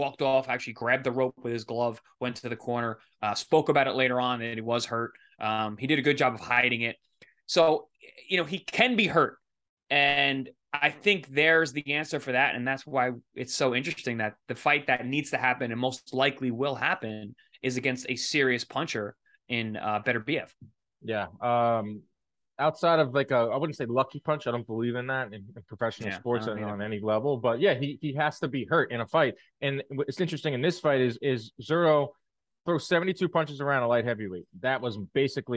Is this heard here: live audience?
no